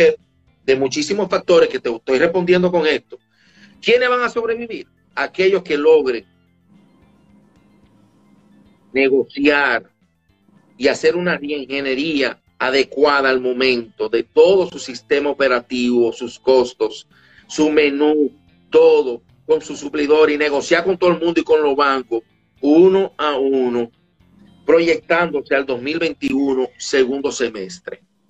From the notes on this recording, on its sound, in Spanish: En abril 30 del 2020 hice un Instagram Live